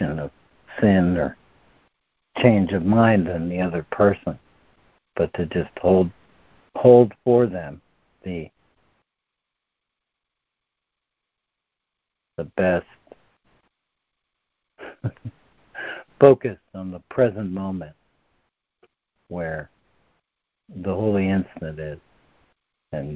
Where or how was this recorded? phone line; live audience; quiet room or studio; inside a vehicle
phone line